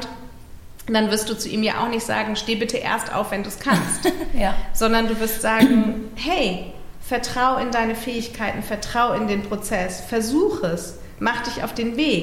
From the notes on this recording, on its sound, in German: beim Live-Podcast im Rahmen des ROCK ’N RAISE-Festivals